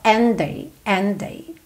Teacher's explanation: And termina em D, day começa em D. É claro que você vai juntar esses dois Ds num D só.